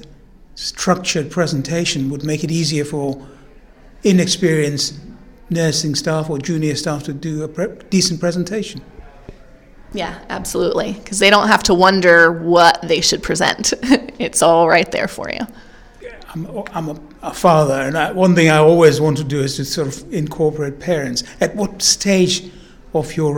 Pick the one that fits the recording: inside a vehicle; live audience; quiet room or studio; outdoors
live audience